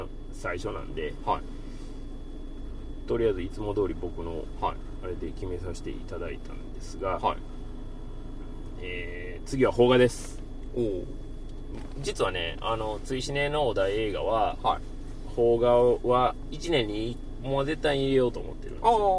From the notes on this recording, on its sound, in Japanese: 帰路車中で録音しておりますので、。一回表より雑音を多く拾っており。